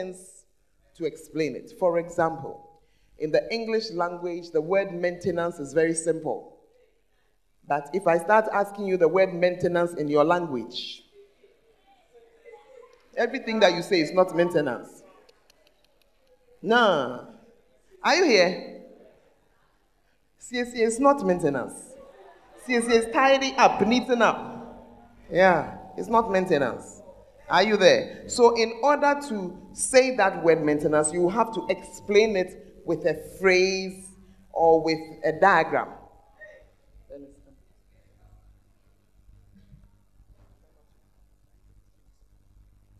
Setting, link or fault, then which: setting, large echoing room